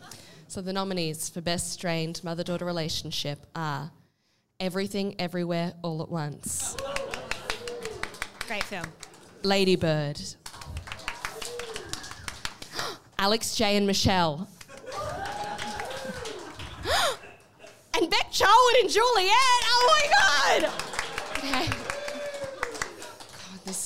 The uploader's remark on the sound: Dude Cinema Awards/Farewell Live Show!